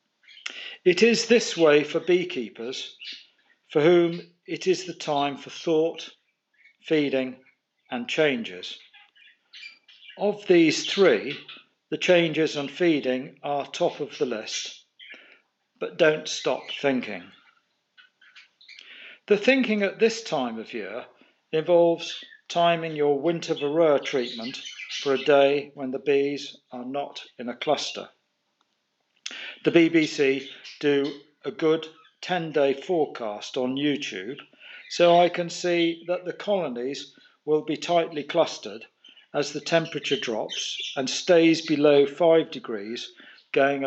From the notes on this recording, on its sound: At the end of recording this episode I want to mention the background song and chatter of our Budgie.